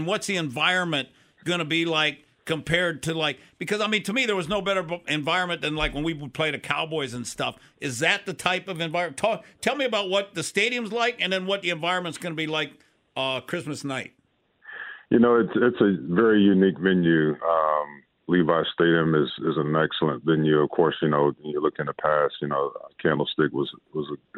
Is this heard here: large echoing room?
no